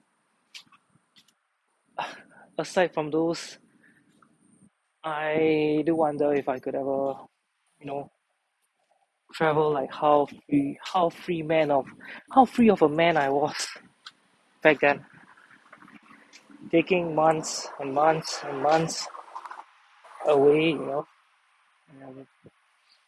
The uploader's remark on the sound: It was 4am in the morning and I was taking a walk out and I decided to go on a rambling… it’s been awhile since I’d recorded an episode so raw (outside).